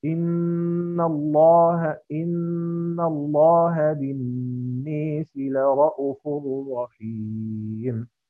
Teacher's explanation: نأتي بآخر وجه للإمام الدوري بإمالة الناس